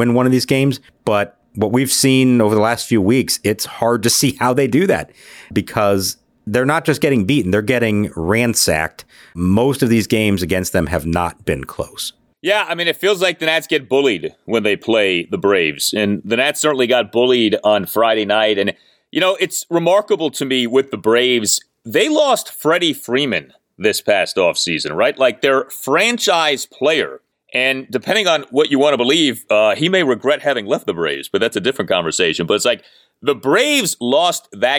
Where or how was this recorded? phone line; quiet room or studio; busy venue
quiet room or studio